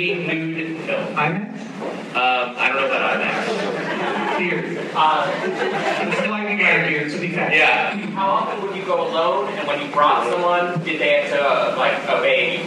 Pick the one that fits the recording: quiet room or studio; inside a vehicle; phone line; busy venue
busy venue